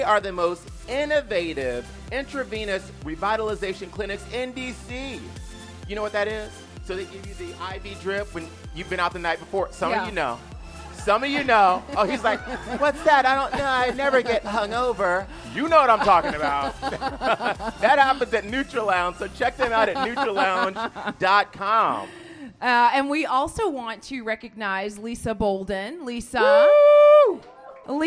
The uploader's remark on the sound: Live studio audience show. At the Capital One Cafe in Chinatown for the big event.